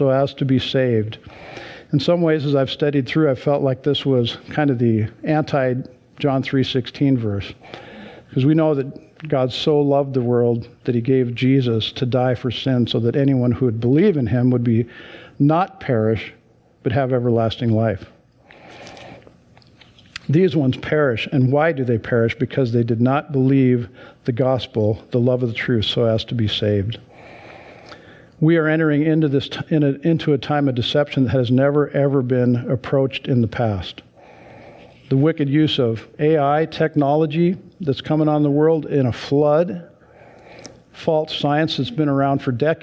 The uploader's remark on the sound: Sunday church service livestream